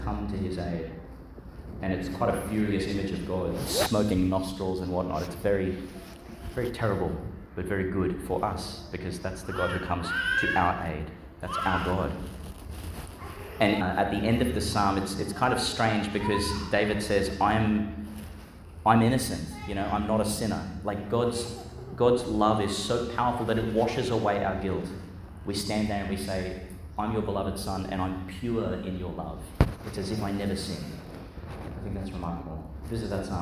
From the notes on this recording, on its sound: Delivered in Our Lady Star of the Sea, Gladstone, Qld.